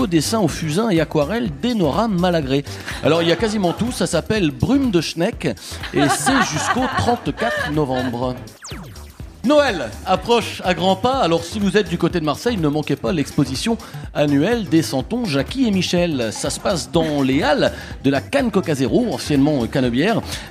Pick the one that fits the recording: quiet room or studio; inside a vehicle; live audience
live audience